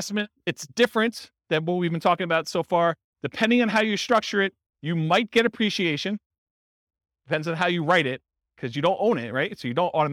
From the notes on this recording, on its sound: This was a live class recorded